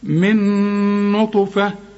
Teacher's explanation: الذكر والأنثى من نطفة، او ده بقى ادغام، بعضهم بيسموه ادغام ناقص وعلماء بيسموه ادغام كامل، انا بقى بقول ده ادغام كامل بغنة. النون مع النون تبقى نون واحدة مثقلة